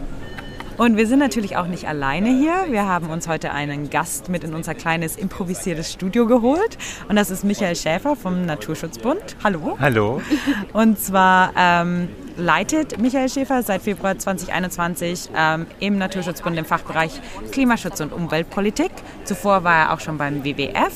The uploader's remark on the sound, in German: Zwei Wochen lang haben sich knapp 200 Länder in Glasgow zur Klimakonferenz COP26 getroffen - und wir waren mitten drin. Wir haben sie als Gespräch vor Ort aufgenommen.